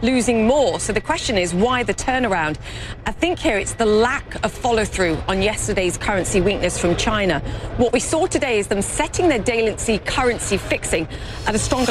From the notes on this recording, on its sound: live from the New York Stock Exchange